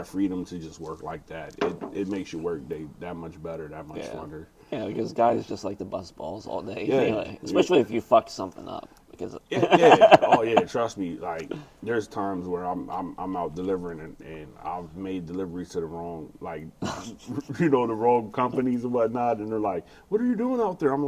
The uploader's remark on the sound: We recorded this Thursday 11/10/22 at the Comedy Zone before the mic.